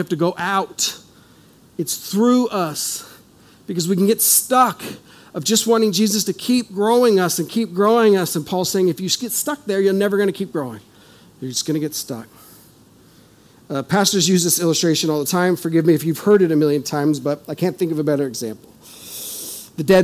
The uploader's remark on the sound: This is audio ripped from the Live Service video.